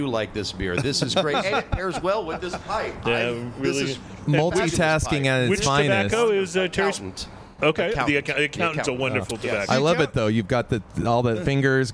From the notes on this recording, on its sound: Live at the Railyard in Houston for this year's Pipe Show!